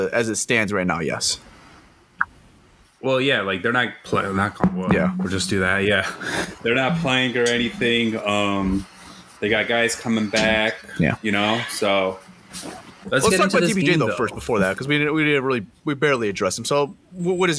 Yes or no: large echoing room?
no